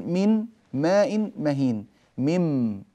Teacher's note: فأنا قلبت الحرف الأول إلى حرف مماثل للحرف الثاني وأدغمته فيه · Term: الإدغام